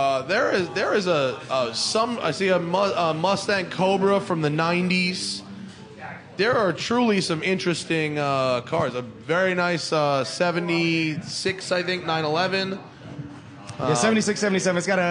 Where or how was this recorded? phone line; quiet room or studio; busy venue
busy venue